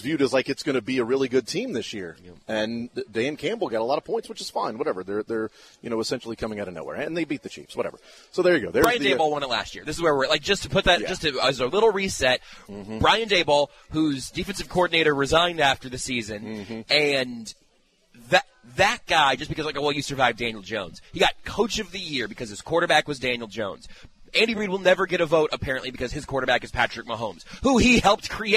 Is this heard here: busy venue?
yes